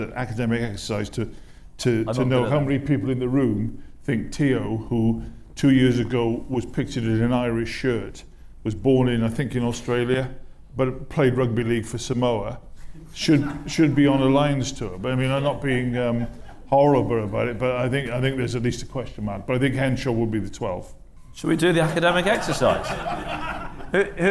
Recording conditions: live audience